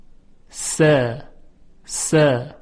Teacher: در تلفظ حرف سین س س میبینیم که صدا ظریف و نازک هست. بنابراین حرف قاف تفخیم میشود اما حرف سین ترقیق میشود.